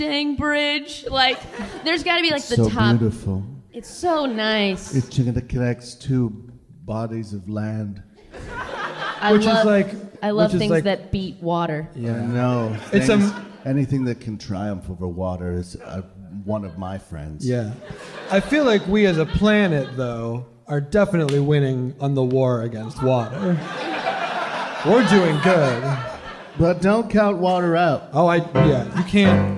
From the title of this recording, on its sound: Live! from SF Sketchfest